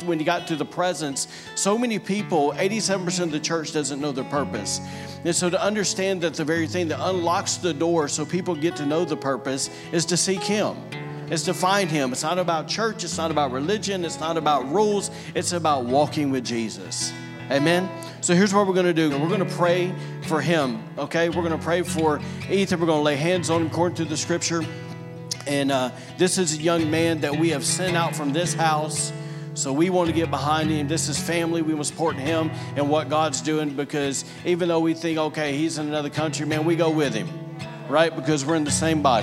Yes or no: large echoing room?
yes